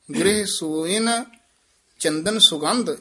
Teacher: ਇਹ ਵਿਸਰਾਮ ਵੀ ਯਾਦ ਰੱਖਣ ਵਾਲਾ ਹੈ। ਗ੍ਰਹਿ ਸੋਇਨ ਸੱਸੇ ਹੋੜਾ ਹੈ ਨਾ, ਥੋੜਾ ਜਿਹਾ ਦੀਰਘ ਉਚਾਰਨ ਕਰਨਾ। ਗ੍ਰਹਿ ਸੋਇਨ ਚੰਦਨ ਸੁਗੰਧ ਇੱਥੇ ਵਿਸਰਾਮ ਹੈ।